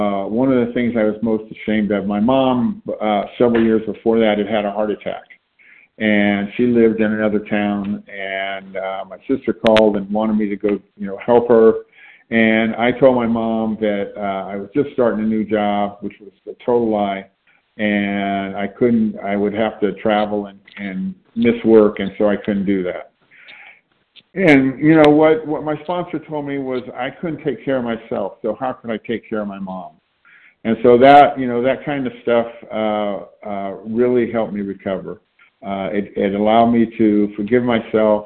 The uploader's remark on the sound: from the 100 Pounders Phone Meeting on 9/29/20